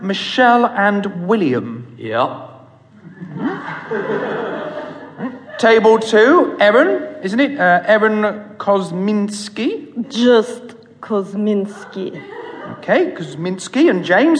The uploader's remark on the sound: Narrator: full cast. Format: Original Recording. Publisher: Blackstone Audio, Inc. Recorded in front of an audience at the New Diorama Theatre.